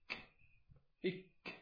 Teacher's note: أما الكاف أيضا تخرج من أقصى اللسان ولكن فوق ماذا؟ مخرج القاف بقليل مع ما يحاذيه من الحنك العلوي إك إك وهكذا.